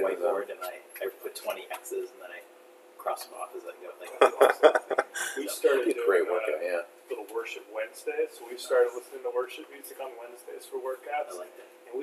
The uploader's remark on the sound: Didn't switch the mic again off of the laptop mic, so the quality of the recording is not up to Core4Life standards.